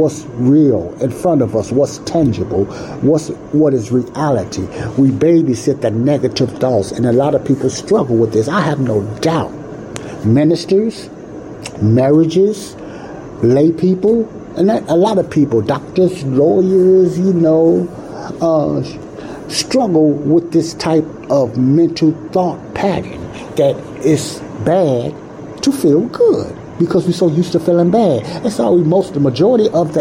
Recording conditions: background noise